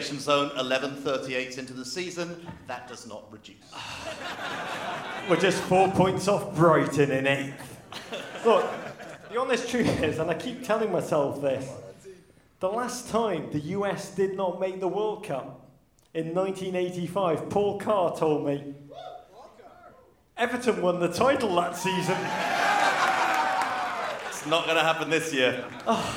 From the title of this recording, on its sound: Live in NYC